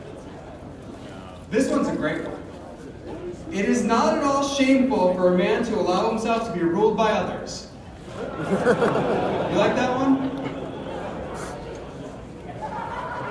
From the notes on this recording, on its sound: LIve FromThe Libertarian Party Convention. Another from my series of recordings I made at the Libertarian national convention in Reno.